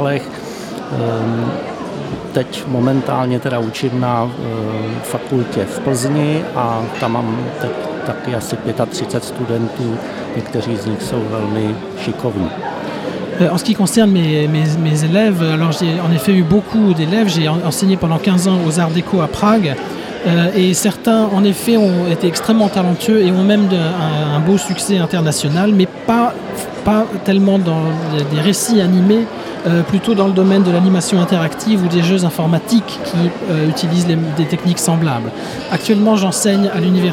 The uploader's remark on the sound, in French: nous plantons nos micros dans le hall du Centre des Congrès pour suivre au plus près le festival Premiers Plans